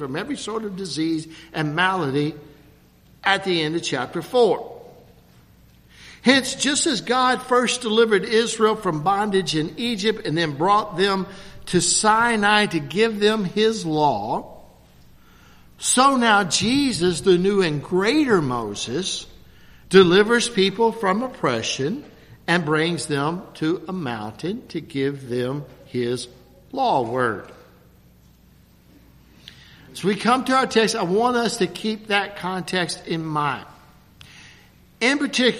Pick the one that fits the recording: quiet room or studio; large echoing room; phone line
large echoing room